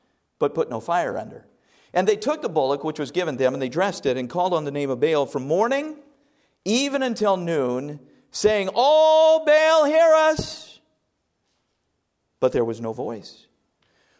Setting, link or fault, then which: setting, large echoing room